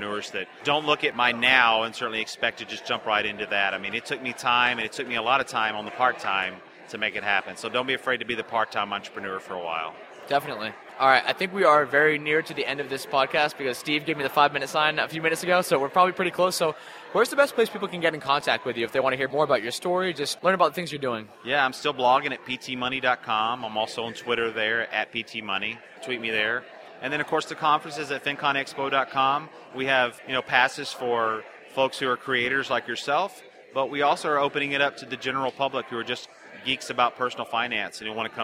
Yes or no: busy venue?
yes